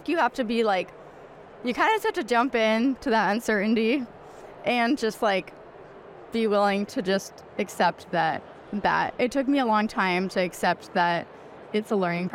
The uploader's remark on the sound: live from the Hinman Dental Meeting